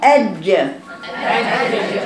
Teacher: يعني لازم أقفل الصوت وأنا بجيب الجيم · Term: حرف شديد